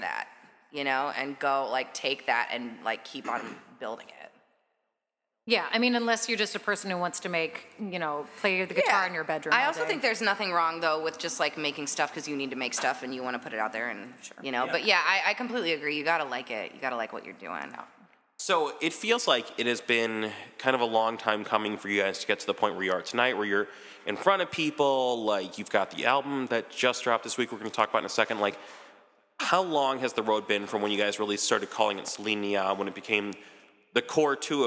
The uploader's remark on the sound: interview recorded backstage at Subterranean